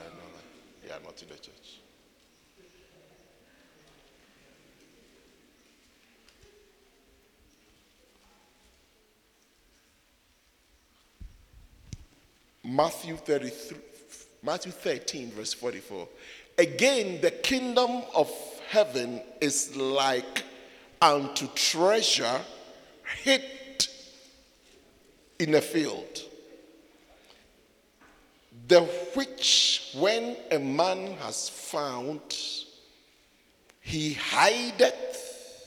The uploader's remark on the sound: Preached at the Joyful Encounter Service, Windhoek Namibia.